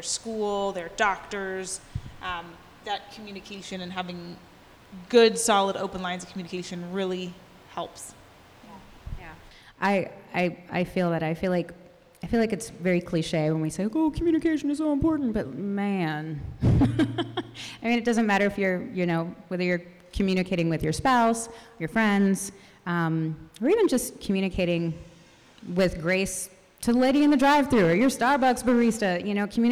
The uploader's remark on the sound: Listen in on our first live-recorded podcast. At our Summer Mama Mixer for their interviews in front of a live audience.